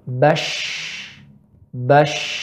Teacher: udara banyak yang keluar. Ya, pita suara terbuka dan tenggorokan tidak bergetar.